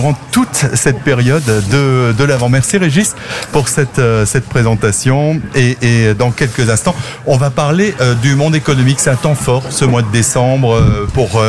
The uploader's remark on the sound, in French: Emission en direct depuis la place Joseph Thierry à Haguenau.